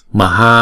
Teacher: Chữ M là một nhịp, chữ H là hai nhịp